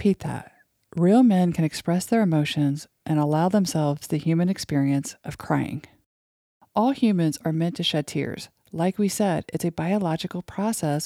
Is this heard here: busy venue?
no